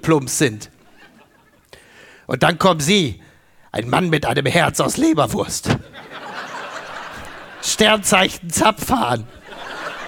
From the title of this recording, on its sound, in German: Schützenfest & flauschig - live aus Dortmund